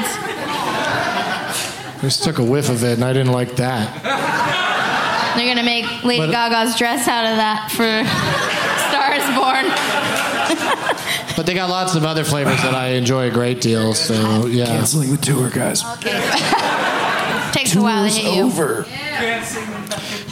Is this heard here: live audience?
yes